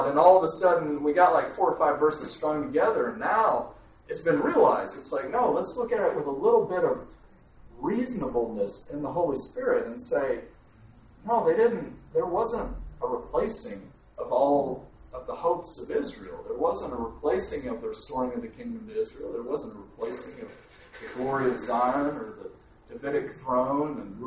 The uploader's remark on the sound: In this resource you hear various questions from the audience